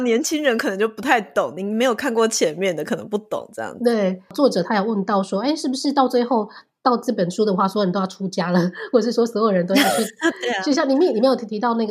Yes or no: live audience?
no